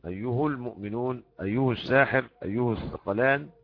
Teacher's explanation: فرسمت من غير ألف عشان تناسب قراءة ابن عامر يضمها وصلا، أيه المؤمنون، أيه الساحر، أيه الثقلان، إتباعا. أيه الياء مضمومة والهاء ضمت إتباعا